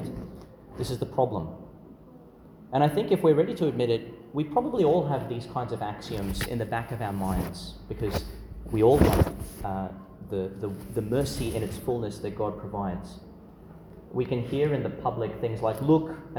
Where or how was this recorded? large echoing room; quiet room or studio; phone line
large echoing room